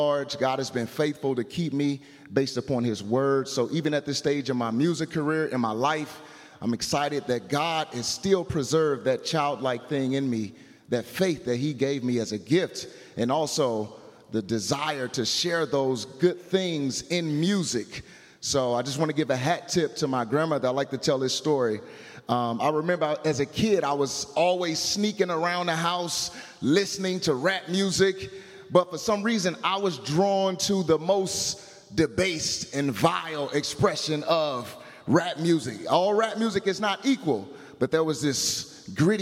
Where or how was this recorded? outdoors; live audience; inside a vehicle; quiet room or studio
live audience